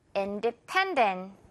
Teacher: 세 번째 음절에 강하게